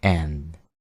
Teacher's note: al pronunciar la palabra and, lo hagas con un ligero sonido E en vez de una A